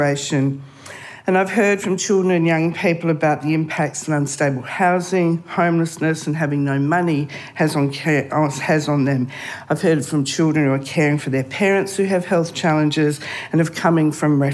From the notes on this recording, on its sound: Recorded live at the Future Women Leadership Summit 2023.